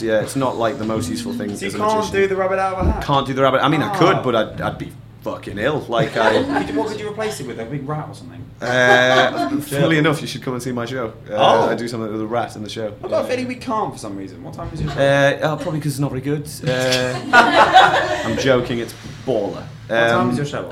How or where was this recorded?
busy venue